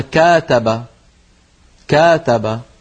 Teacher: لو طولنا فتحة الكاف وقلنا كاتب كاتب صارت على وزن فاعل · Term: تطويلا قليلا في فتحة الكاف